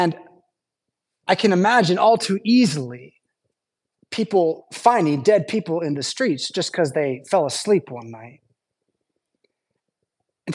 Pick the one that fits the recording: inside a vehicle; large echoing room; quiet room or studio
large echoing room